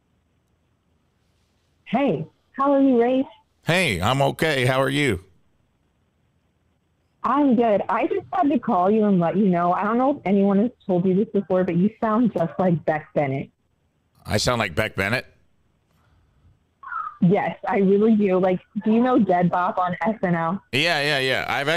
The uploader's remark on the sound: Engages with live callers. Join the live interaction.